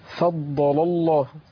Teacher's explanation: في بعض الاخوه يعني بيفخموا اللام الاولى، نعم، ينطقونها هكذا فضل الله، نعم، لان عندي وقعت اللام بين، نعم، الضاد، بين الضاد المفخمه ولام لفظ الجلاله، ولام لفظ الجلاله المفخم.